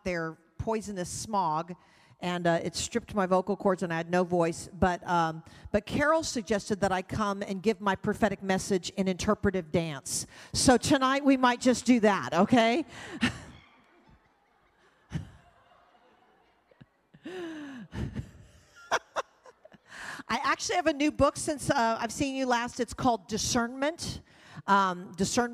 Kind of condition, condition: setting, live audience